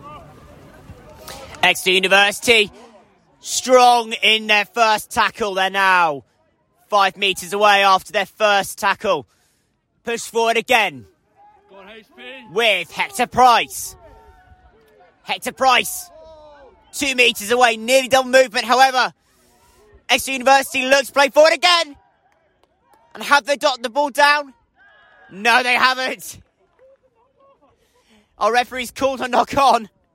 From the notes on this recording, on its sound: The top two teams in the Southern Premier division of BUCS Rugby League clashed at the Rubber Crumb. Live commentary of this clash of the titans between champions and vice-champions.